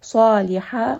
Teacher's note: Saliha, sad is going to be heavy.